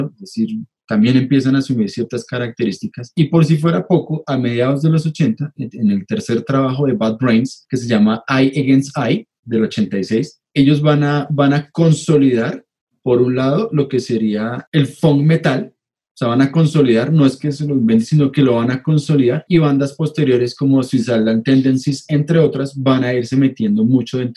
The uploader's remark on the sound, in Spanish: Episodio grabado el 03 de agosto de 2020 en línea, desde Bogotá - Colombia y Gante - Bélgica.